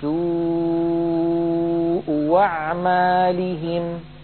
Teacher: ورشا يبدل في هاتين الصورتين الهمزة الثانية حرف مد مجانس لحركة الهمزة الأولى، فتلفظت الآن أمامكم بواو مفتوحة هكذا سوء أعمالهم.